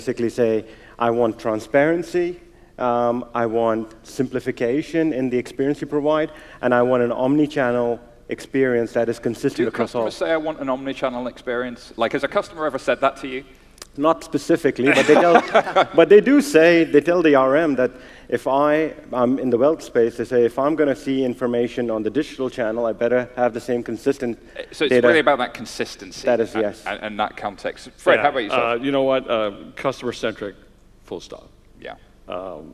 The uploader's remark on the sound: recorded live Temenos' TCF2018 event in Dublin